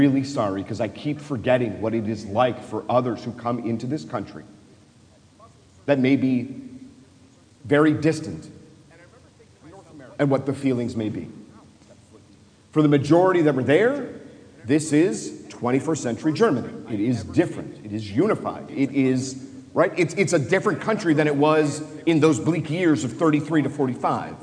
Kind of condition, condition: setting, large echoing room